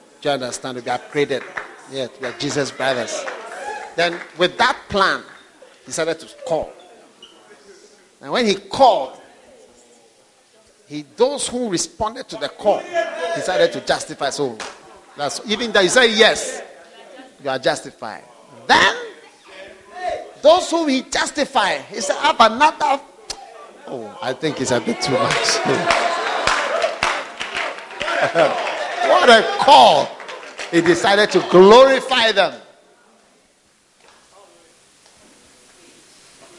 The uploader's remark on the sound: Today’s message is from the Sweet Influences of the Holy Spirit camp preached to University Students in Mampong in 2012.